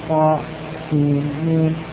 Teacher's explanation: أن تقطع الحروف فتسكت عند كل حرف منها، فتظهر النون عند ذلك · Term: الإظهار